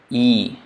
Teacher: when you say e, the tongue goes a little up and at the center of the palate. Palate is the top part of the mouth.